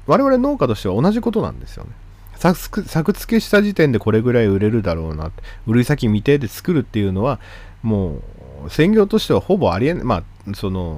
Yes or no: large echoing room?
no